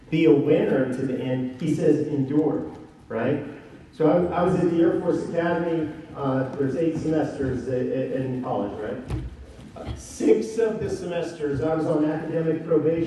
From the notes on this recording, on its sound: Given at NCYC, Indianapolis,.